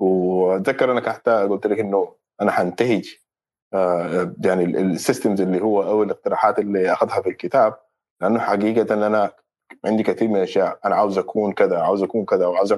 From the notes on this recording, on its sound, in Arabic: تسجيل لمساحة ابن رشد الأسبوعية على منصة تويتر